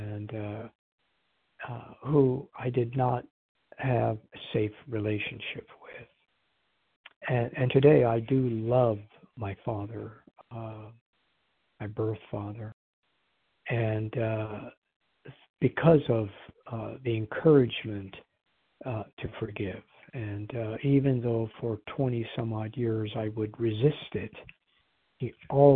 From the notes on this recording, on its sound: Qualification from the 100 Pounders Phone Meeting.